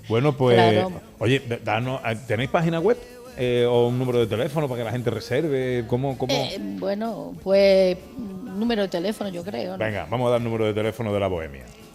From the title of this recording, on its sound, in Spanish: Gente de Andalucía en directo desde Coín en Málaga